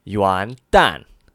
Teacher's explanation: Y-U-A-N in the second tone and D-A-N in the fourth tone